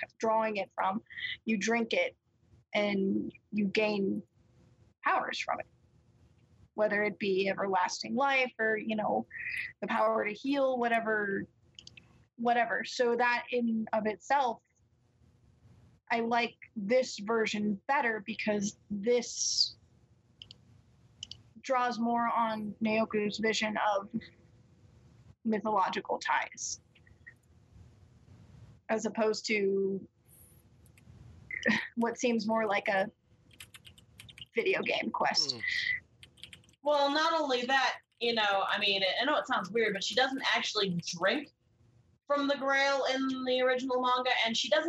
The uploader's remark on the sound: There are some audio issues with this podcast.